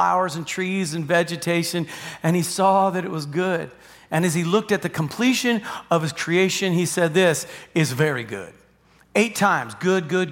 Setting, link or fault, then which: setting, large echoing room